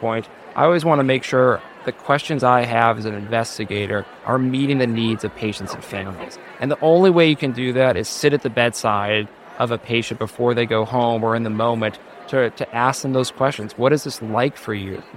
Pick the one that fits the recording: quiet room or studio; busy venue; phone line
busy venue